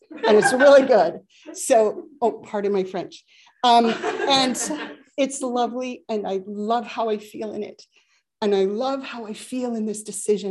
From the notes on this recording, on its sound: A significant and poignant service that we shared across zoom with one another.